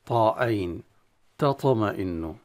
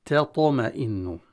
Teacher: كلمة تطمئن هذه من الكلمات التي على الطالب أن ينتبه جيدا، لأن التاء حرف مرقق والطاء من حروف التفخيم، فاللسان قد يسبق التفخيم في التاء فيقلب التاء إلى طاء · Shown in: first take